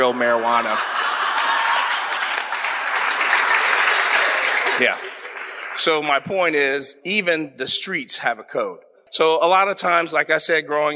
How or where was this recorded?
live audience